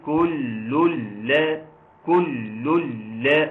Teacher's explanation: بنطق لامات بس، ما عنديش نون اصلا · Term: الادغام الكامل